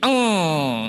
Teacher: ditutup aliran mulutnya sehingga masuk kepada hidung semua